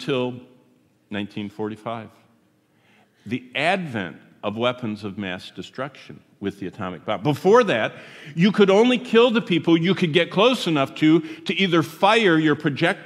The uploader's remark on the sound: Here is our third session at the prophetic conference we just finished at Word of Life in Hudson, Florida.